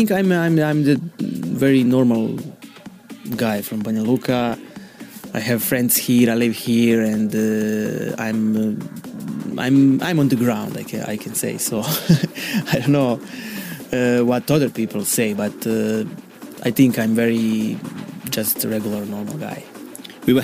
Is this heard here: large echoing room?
no